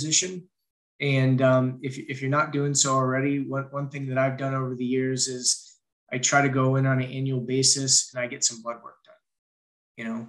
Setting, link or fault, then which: link, video call